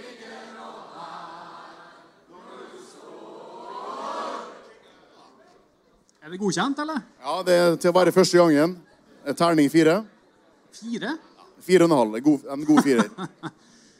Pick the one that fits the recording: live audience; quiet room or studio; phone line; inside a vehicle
live audience